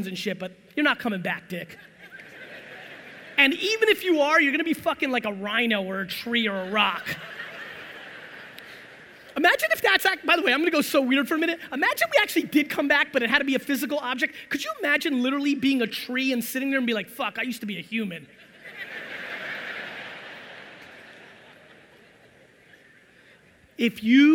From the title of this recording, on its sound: A FIRE Keynote in Orlando, Florida